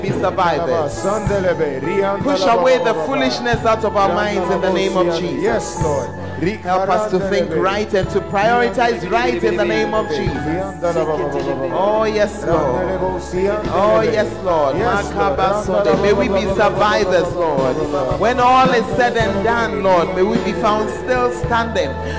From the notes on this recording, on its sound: Preached at the Tuesday Service